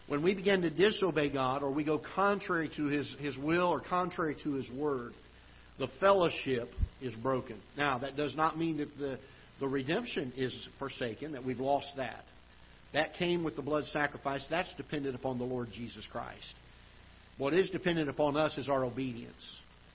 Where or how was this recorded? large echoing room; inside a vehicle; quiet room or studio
large echoing room